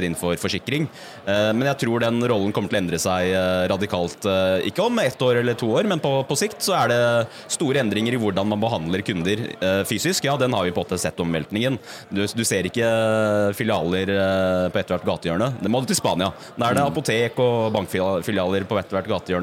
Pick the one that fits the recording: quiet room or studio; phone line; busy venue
busy venue